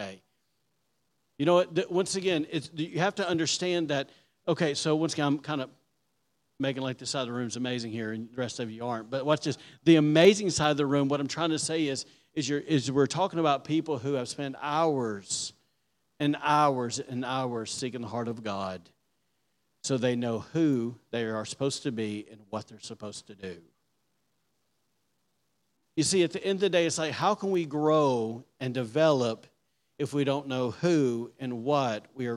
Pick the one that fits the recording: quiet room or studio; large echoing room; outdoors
large echoing room